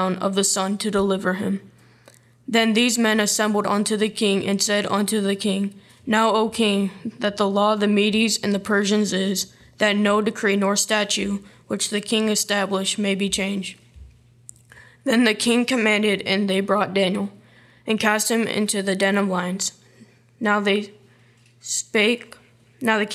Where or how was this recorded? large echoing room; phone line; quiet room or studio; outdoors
large echoing room